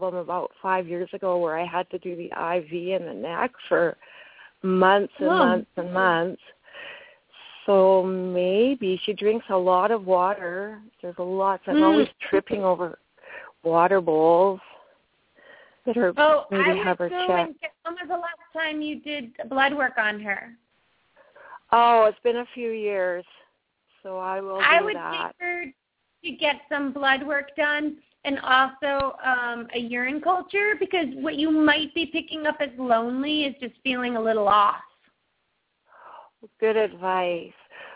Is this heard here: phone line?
yes